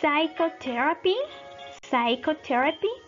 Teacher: Y cough, cough, ternero. Silent P, Esta P no la vamos a pronunciar.